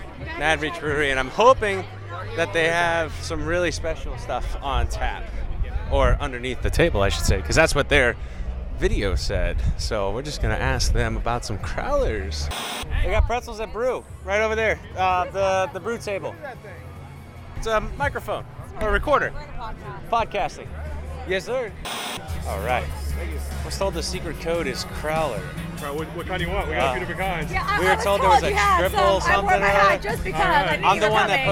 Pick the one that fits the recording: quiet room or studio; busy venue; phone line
busy venue